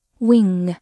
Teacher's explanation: i n g 结尾是一个后鼻音 · IPA: [wɪŋ]